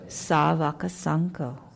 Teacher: when you see a V, it's somewhere between a W and a V. And different people in Asia will pronounce it harder, more like a V, or softer, more like a W, depending on the dialect.